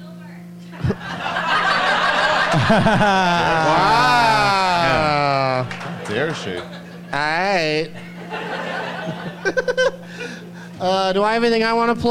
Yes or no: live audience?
yes